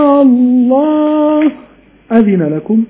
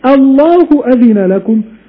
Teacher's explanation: فأنا كأذن لن أستطيع أميز بين فتحة همزة القطع وألف الوصل، فأشبعت ألف الوصل لكي أقول أن هذه الكلمة بهمزة استفهام · Shown in: first take